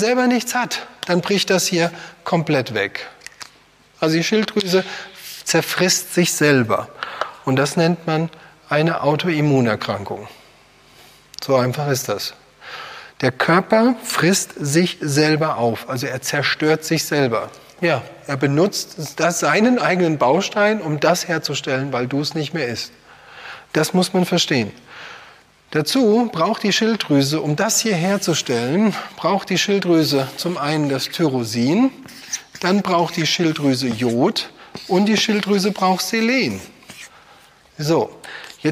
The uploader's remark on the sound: Live Seminar